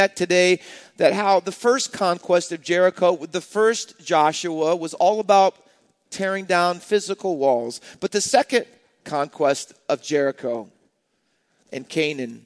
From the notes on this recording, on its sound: Faith Baptist Church in Hamilton, NJ.